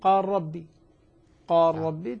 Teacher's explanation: من مانع الإدغام، يعني قال جاءت اللام مفتوحة بعد ساكن لكن ندغم قال ربي، قال ربي، ندغم اللام في الراء ولا تنطبق عليها قاعدة منع الإدغام